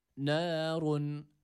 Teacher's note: Nun ince bir harftir. Üstün harekesi almış E-A arası bir ses veriyoruz. Nârun. Ra harfi burada kalın U sesiyle okuyoruz. · Buradaki nun harfini A sesiyle okumayalım. Nun ince bir harftir. Üstün harekesi almış E-A arası bir ses veriyoruz.